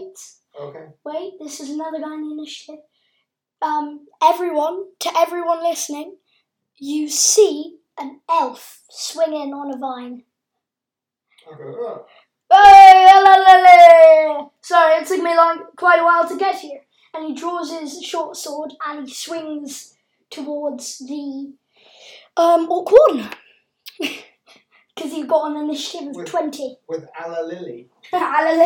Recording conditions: poor sound quality